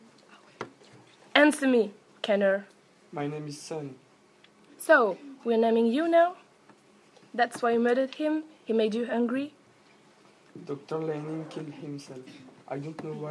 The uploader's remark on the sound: students act a scene live in class